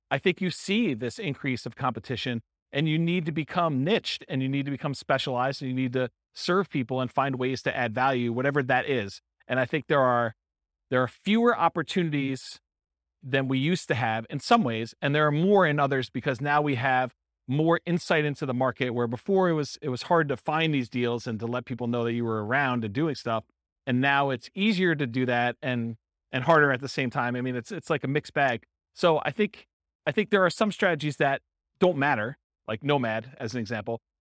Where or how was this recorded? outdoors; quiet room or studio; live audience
live audience